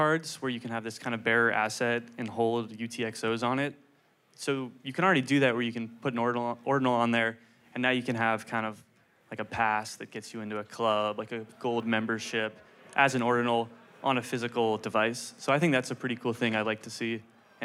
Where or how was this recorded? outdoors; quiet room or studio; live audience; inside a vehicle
live audience